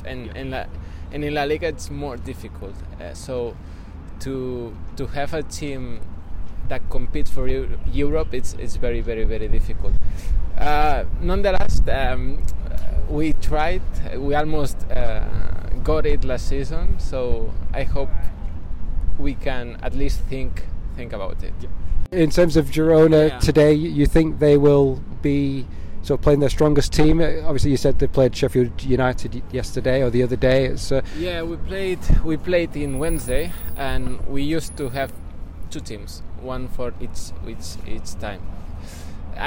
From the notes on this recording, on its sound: It was #FansTakeover day at Ewood Park. Take you around Ewood recording chats with all-comers to give you a sense of the occasion. We hear from fans and journalists from all parts of the Globe.